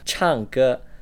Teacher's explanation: for singing, chang ge, you'll want to use the fourth tone